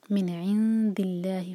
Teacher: نون پر اخفاء، دال کے لیے زبان تیار کریں گے، اور پھر آگے لام جلالہ لائٹ پڑھیں گے کیونکہ دال کے نیچے کسرہ ہے.